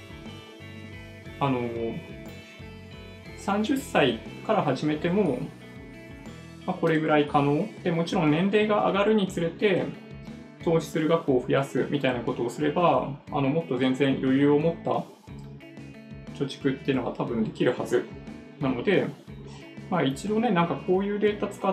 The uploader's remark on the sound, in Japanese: ライブ配信時のマイク設定に誤りがあって、MacBook Pro内臓のマイクで収録されちゃってたっぽいですね。聞き取りにくくなってしまっていて申し訳ありません。